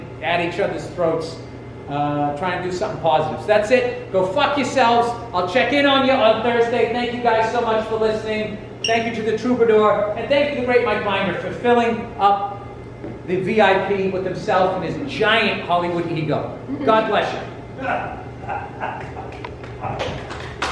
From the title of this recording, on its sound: Live at the Troubadour